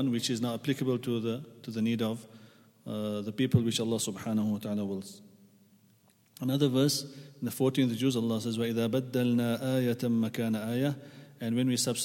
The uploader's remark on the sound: at the Houghton Masjid (West Street)